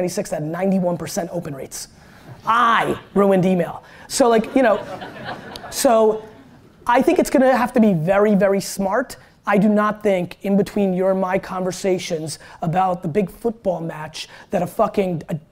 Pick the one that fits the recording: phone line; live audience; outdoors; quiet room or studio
live audience